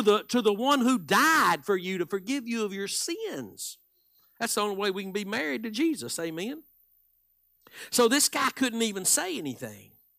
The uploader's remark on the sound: Live Wednesday Evening Service